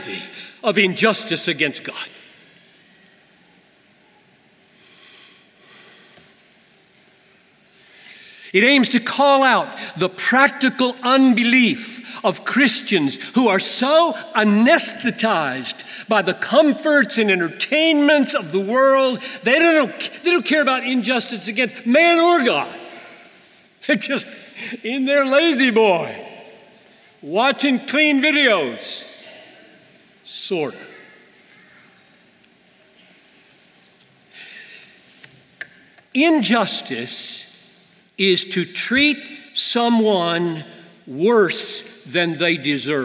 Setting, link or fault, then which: setting, live audience